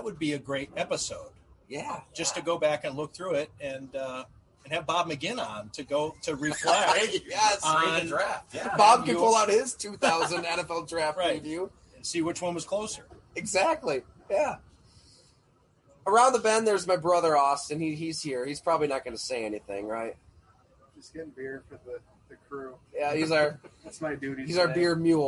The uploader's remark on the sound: Live from Genesee Brewery. Live from majestic Genesee Brewery in downtown Rochester -- following Day 2 of Bills training camp.